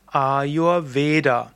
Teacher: das A ist lang von Ayur, das U ist kurz, das E Veda ist lang und das A zum Schluss ist kurz. Also man sagt Ayurveda und es heißt auch der Ayurveda.